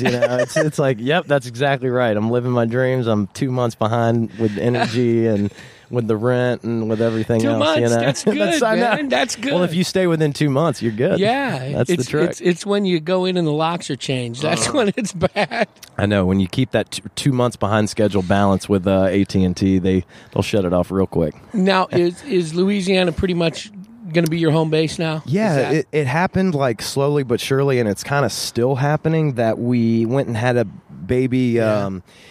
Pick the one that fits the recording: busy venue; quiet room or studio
busy venue